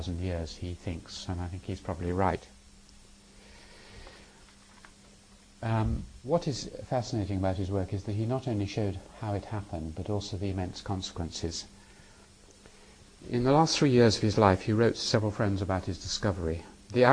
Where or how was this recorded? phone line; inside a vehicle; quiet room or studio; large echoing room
large echoing room